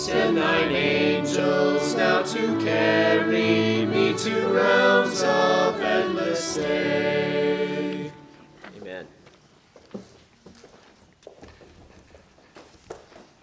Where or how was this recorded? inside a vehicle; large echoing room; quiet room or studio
large echoing room